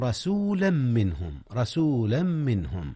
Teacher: أدغم تنوين رسولا في ميم منهم إدغاما بغنة